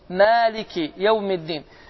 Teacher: Mim hərfindən sonra gələn bu kiçik xət, balaca bir yəni xət, o da həmin nədir? Əlifin uzadılmasıdır və iki hərəkə uzadır.